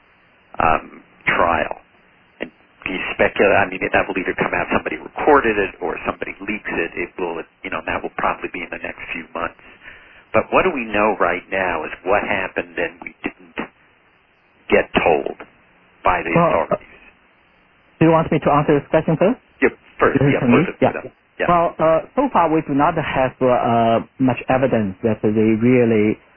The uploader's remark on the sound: Conference Call